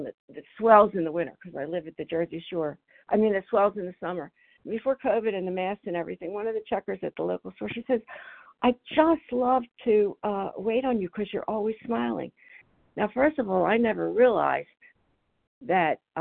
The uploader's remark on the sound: 100 Pounders Phone Meeting